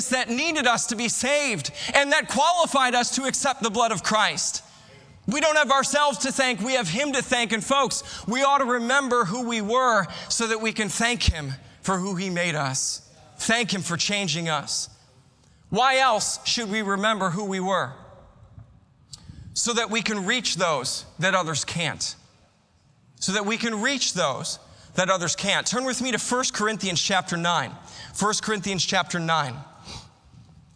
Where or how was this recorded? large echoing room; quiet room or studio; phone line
large echoing room